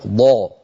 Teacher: يخرج من حافة اللسان اليمنى أو اليسرى أو منهما معا · Term: الضاد